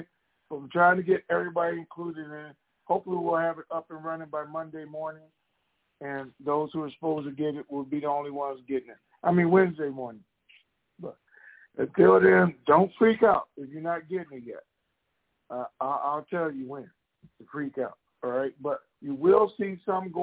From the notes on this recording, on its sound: TNTSuperfantastic Conference Call